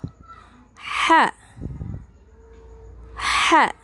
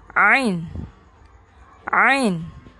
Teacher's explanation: ketika menyebutkan h dan ain ada tekanan pada tengah tenggorokan